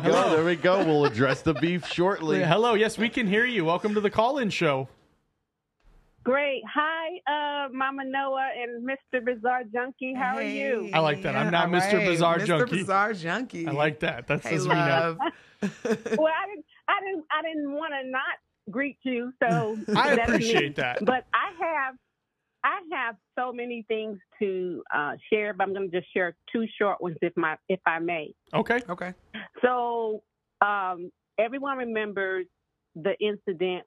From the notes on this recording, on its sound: BIZARRE JUNKEEZ LIVE CALL IN SHOW!